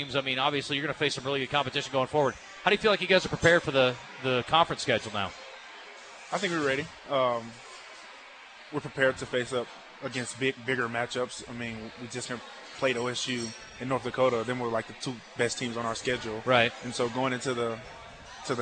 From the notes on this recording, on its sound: LIVE from Walk-Ons Sports Bistreaux in Conway